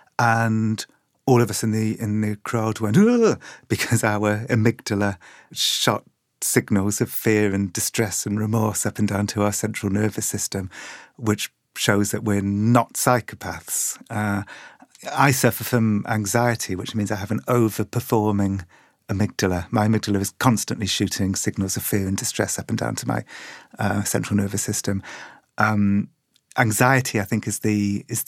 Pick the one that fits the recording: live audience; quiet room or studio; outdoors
quiet room or studio